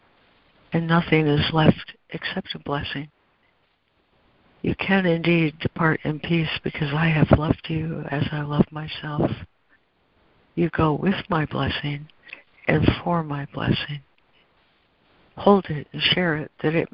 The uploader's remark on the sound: ACIM Daily Conference Call